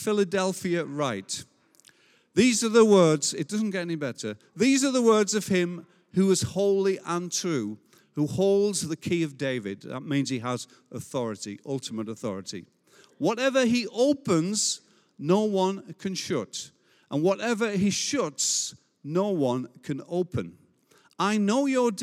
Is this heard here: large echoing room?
yes